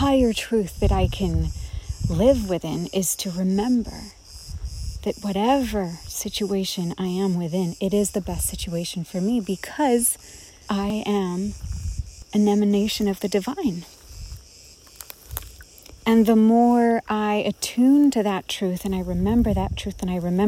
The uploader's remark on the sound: recorded in Crete among the cicadas of a forest